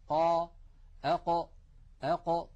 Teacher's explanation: إذن عندما يصطدم أقصى اللسان مع منطقة الحنك اللحمي أق هذه المنطقة، عندما يقرع أقصى اللسان منطقة الحنك اللحمي يخرج حرف عربي هو حرف القاف